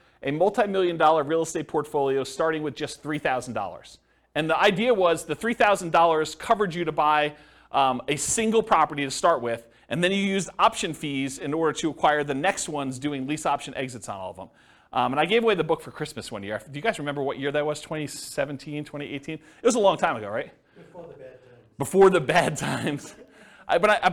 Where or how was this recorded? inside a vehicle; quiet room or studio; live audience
live audience